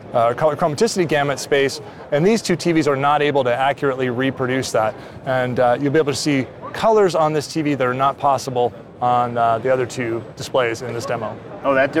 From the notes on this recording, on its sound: We're back and live from the show floor! Display Week 2023 in Los Angeles, California.